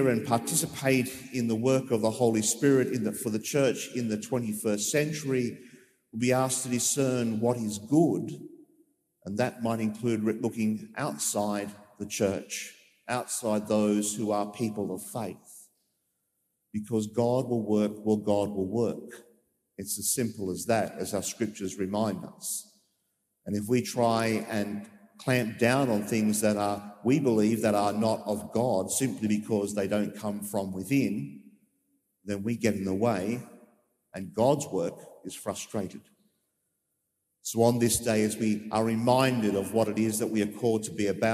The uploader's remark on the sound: As preached during the live-streamed 9.30am Mass from Sacred Heart Cathedral, Hamilton.